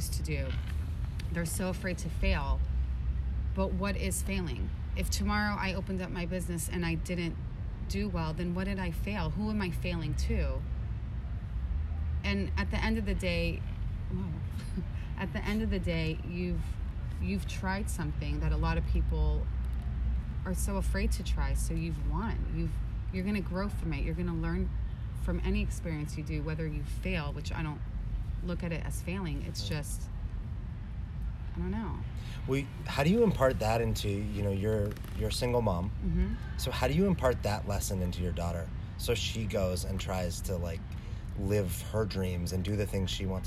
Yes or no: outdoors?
yes